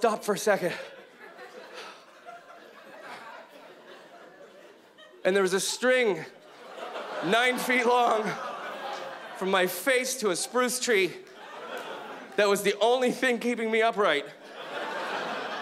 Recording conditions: live audience